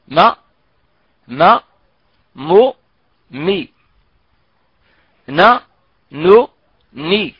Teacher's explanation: الغنة أنقص ما تكون، وذلك في النون والميم المتحركتين أنقص ما تكون. يعني أننا نتخلص من الغنة في الميم والنون المتحركتين في أسرع وقت ممكن، بمجرد ما ننطق بحرف الغنة يعني إما بالكسر أم بالفتح أم بالضم، نقول مثلا ما مو مي نا نو ني، ولكن لا نقول مو مي نا نو أبدا.